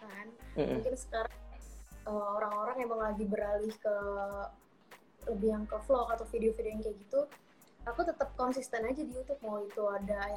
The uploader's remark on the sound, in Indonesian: detikcom berkesempatan untuk melakukan Instagram Live